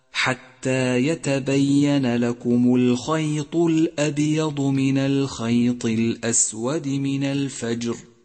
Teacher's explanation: فالخاء من كلمة الخيط مفخمة، والياء مرققة، والطاء مفخمة